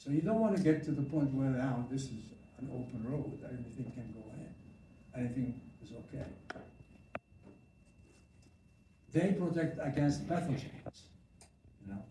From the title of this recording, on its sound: live audio